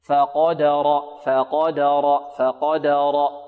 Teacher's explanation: إذا رققنا الفاء نحذر من إمالة فتحتها وكذلك الدال